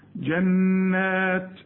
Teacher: النون لازم تغن لان عليها الشده